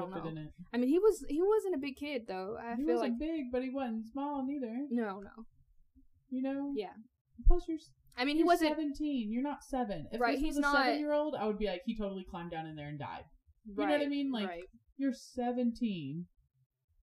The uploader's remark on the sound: The sound quality which we are working.